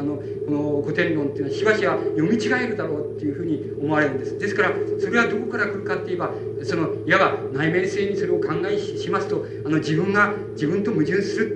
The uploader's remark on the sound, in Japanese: 主催：寺小屋教室 場所：新宿・紀伊國屋ホール。講演は連続シンポジウムの第一部。音質はあまりよくない。冒頭は録音者の手元ノイズのため 聞き取りづらい。